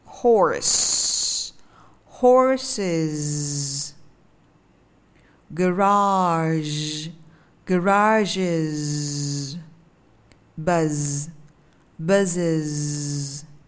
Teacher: khi mình thêm âm s hay es đằng sau thì mình sẽ đọc nó thành là âm is